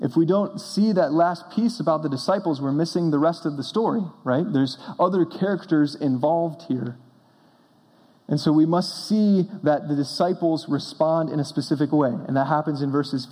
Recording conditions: large echoing room